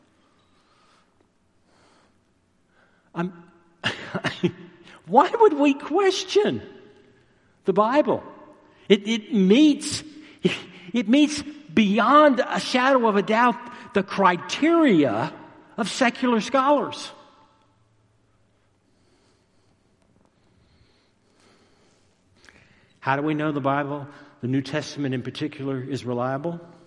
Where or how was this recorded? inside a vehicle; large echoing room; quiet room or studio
large echoing room